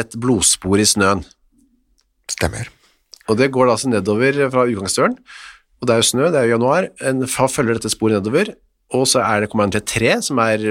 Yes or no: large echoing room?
no